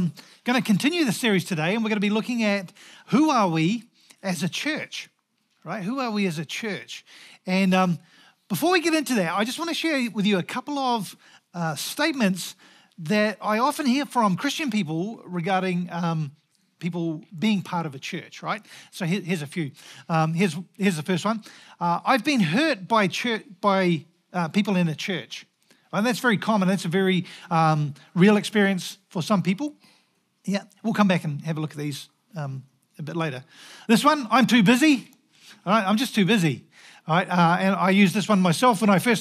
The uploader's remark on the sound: Recorded at the Hukanui Bible Church morning service on Sunday the 18th of June 2023 during the 10:00 am service.